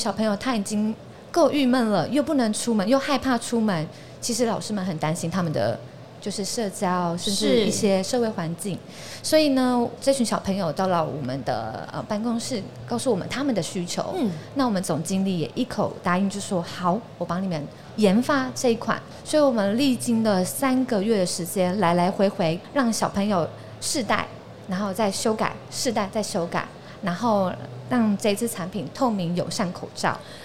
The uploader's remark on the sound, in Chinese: 2022 Medical Taiwan台灣國際醫療暨健康照護展 -Live Podcast